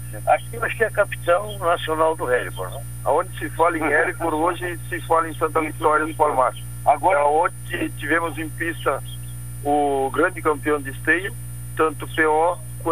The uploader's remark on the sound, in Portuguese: Participação: Por telefone